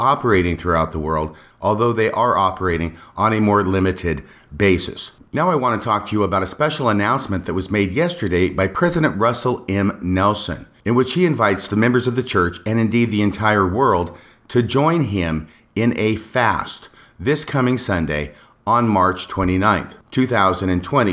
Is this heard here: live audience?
no